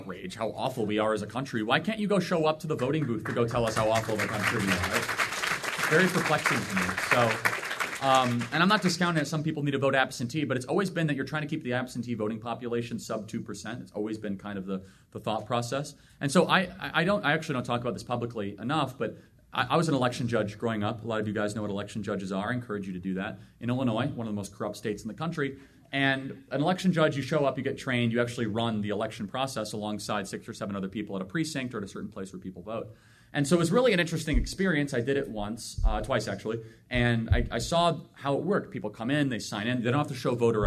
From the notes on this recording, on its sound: takes questions LIVE from the frontline campus patriots themselves at Turning Point USA’s annual Chapter Leadership Summit in Phoenix, Arizona